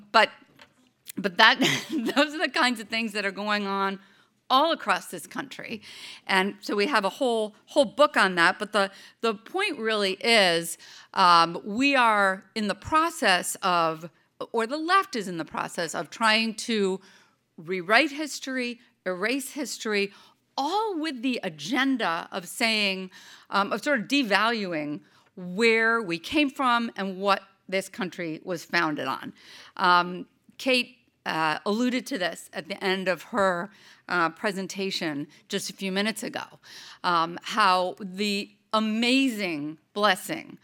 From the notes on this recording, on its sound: Her remarks were recorded at the 2019 Western Women's Summit held in Santa Barbara CA on April 5-6.